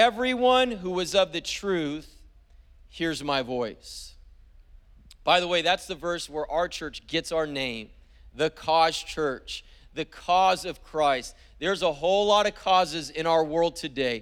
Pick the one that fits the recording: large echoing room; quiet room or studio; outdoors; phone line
large echoing room